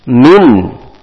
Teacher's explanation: nun mati ketemu ain, hukumnya izhar, dibaca jelas tanpa dengung.